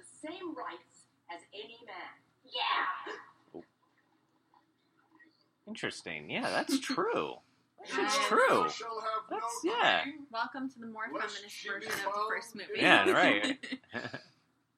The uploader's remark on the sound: COMMENTARY TRACK. Sound quality is different, just a warning.